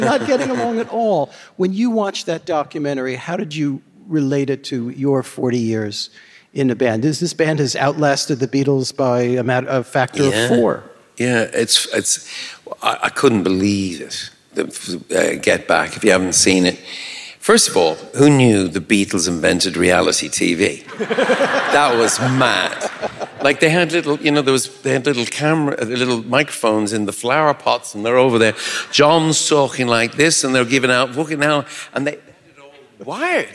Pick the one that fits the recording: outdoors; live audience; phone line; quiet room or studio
live audience